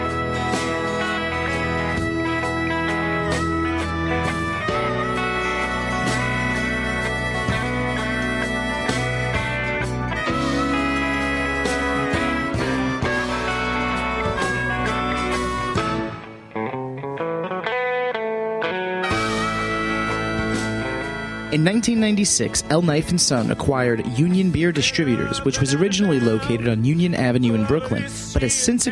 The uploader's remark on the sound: Joining in by phone. In the studio.